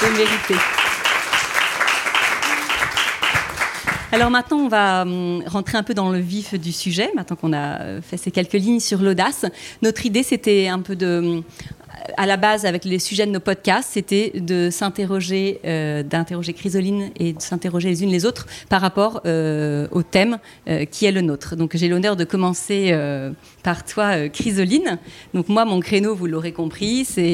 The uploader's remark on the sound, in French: Episode live LES AUDACIEUSES chez Balzac Paris. Notre épisode LIVE enregistré à 3 voix de podcasteuses + la fondatrice Balzac Paris.